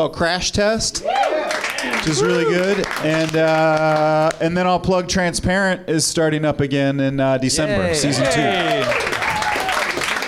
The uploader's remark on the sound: Live from the NerdMelt Showroom in Los Angeles